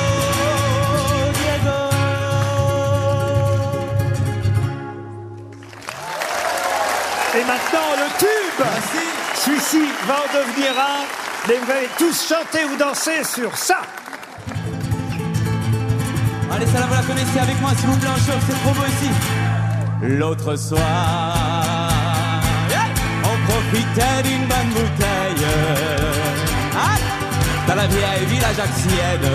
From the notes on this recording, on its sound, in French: Chante en live à Carcassonne. A l'occasion de la dernière émission de la saison.